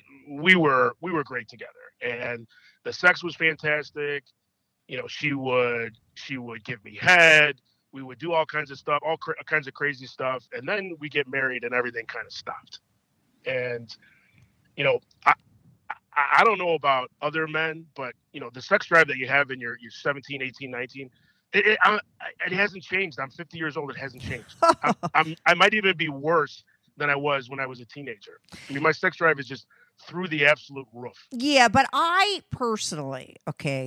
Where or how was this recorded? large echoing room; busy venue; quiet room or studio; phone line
phone line